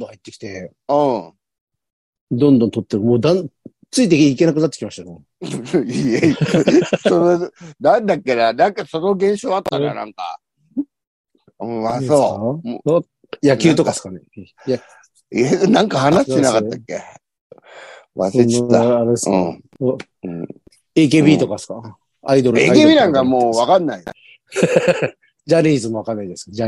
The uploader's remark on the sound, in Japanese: ZOOMで収録